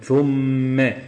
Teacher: يعني مثلا زي ما احنا قلنا قبل كده ثم، لو انت جيت مددت الساء كده ثم دي خطأ ما ينفعش، لكن ثم احنا هنا بنجيب الغنة مش بنمد حرف الساء